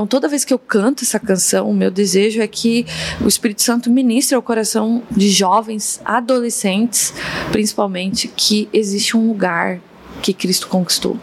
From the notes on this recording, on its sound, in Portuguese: dessa vez estivemos com a comunidade da Igreja Relevans na Relevans Conference 2023